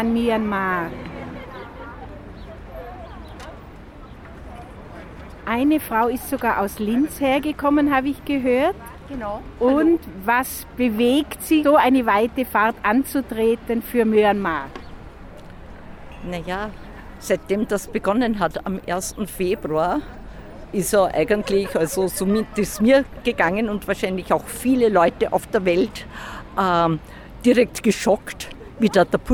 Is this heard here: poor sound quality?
no